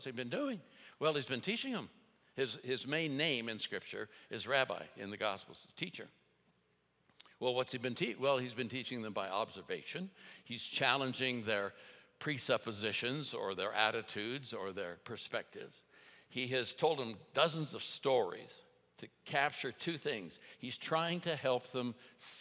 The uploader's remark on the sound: at Timberline Church - Audio